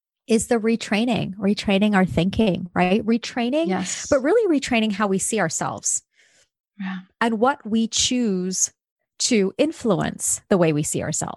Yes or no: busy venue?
no